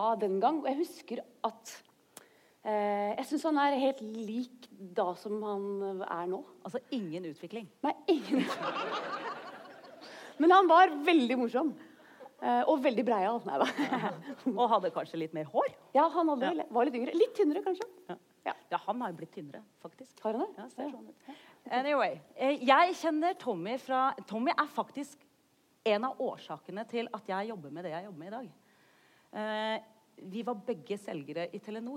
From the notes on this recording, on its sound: Live fra Vinterlysfestivalen i Mo i Rana.